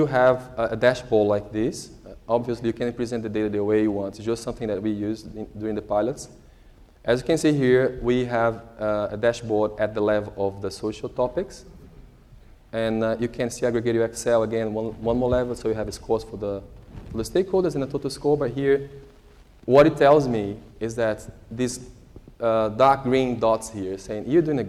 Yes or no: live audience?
yes